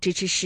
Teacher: 这个舌尖呢是要接触或者是接近硬腭的前端的 · Term: 翘舌音